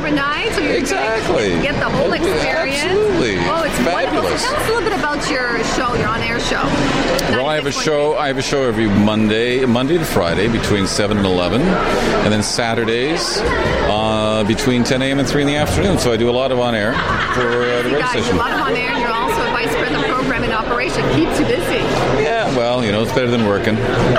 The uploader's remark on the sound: Speaks to attendees and winners at the 4th Annual Wasaga Beach Short Film Festival held in Wasaga Beach late January 2015. This program was originally broadcast on Beach BOOSTER Radio.